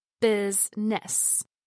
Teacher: Business is pronounced with two syllables, business, instead of three. The I vowel sound is dropped. You do not want to pronounce it as busyness.